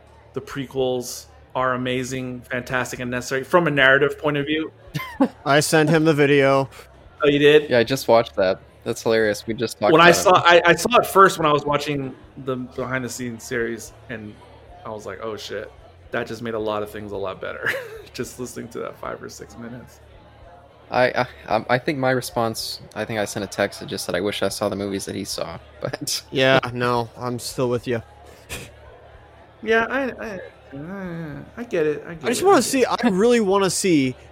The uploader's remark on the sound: This episode was filmed in front of a live bar-side audience